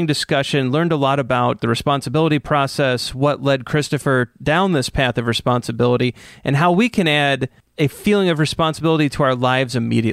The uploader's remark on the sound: at The Path to Agility Conference